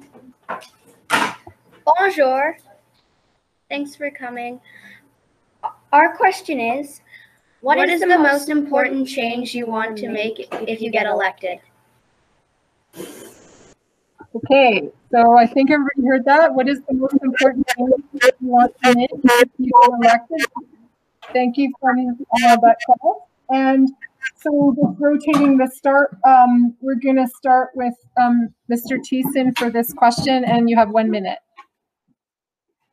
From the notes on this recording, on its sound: This is a special episode of the Thundercast featuring the full audio of the virtual all candidates forum.